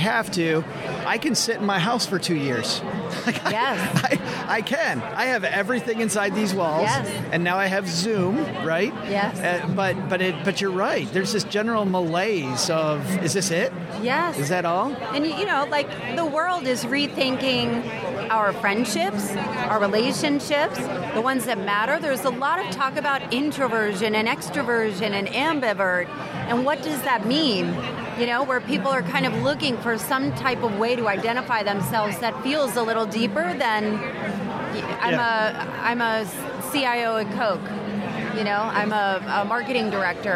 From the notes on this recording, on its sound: We're live from Podcast Movement in Dallas, Texas with a rockstar roundtable.